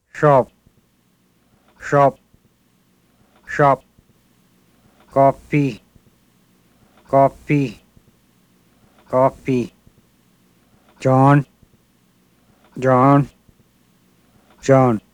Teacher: the vowel is aw, although there is not even any suggestion of a preceding near closure of the lips.